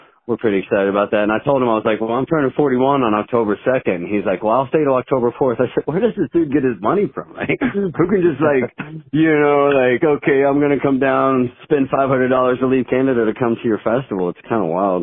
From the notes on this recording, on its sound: From Southern Illinois, call in to chat.